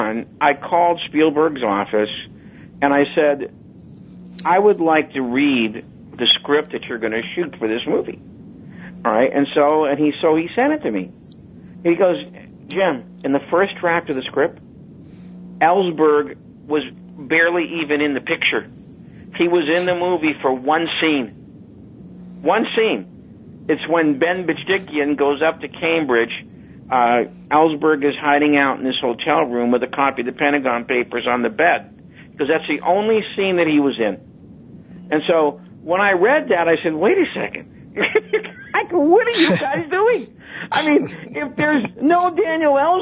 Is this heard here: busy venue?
no